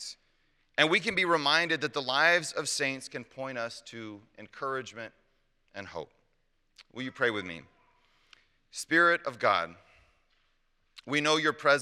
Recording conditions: large echoing room